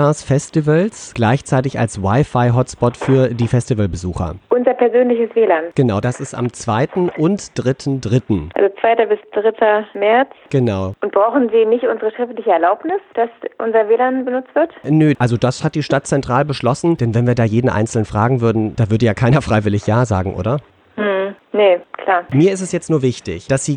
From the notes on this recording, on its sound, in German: Telefonstreich. Nun greift er auch für pilot zum Telefonhörer.